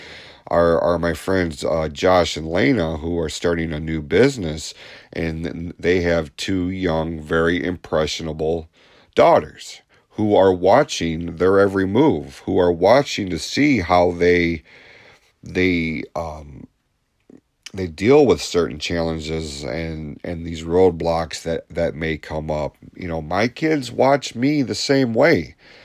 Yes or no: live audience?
no